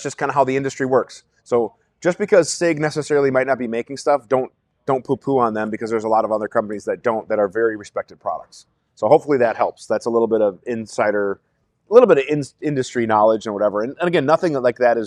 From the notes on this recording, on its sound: This episode will be live from the Rainier Arms Firearms Academy in Wichita, KS.